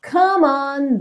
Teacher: Percebe como que essas duas palavras são ligadinhas, como é do come, não é pronunciado, você já liga direto esse M no on